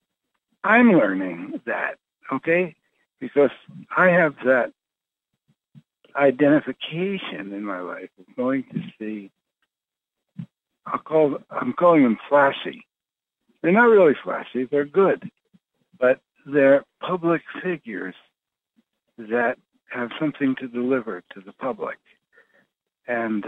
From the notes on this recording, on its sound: Conference Call LIVE